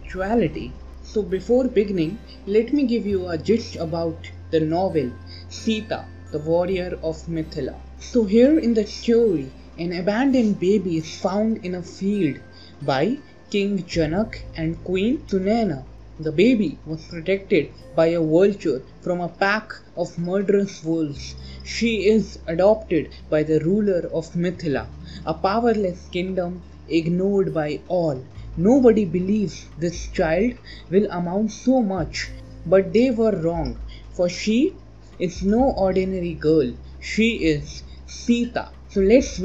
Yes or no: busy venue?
no